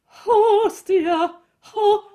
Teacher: Your H, you want to send it into the palate, and then immediately close the chords after.